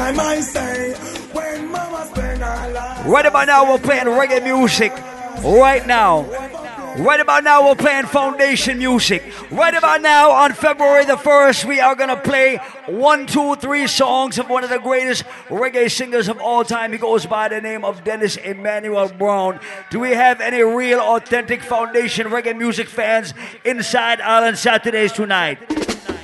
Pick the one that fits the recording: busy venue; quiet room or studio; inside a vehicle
busy venue